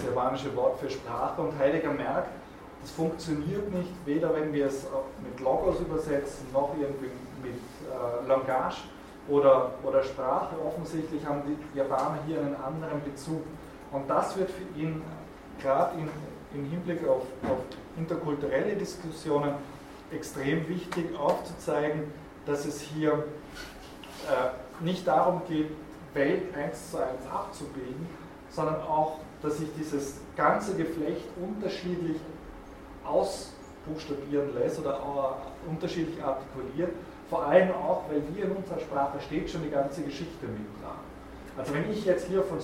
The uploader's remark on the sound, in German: Diese Vorlesung wurde von Studierenden aufgenommen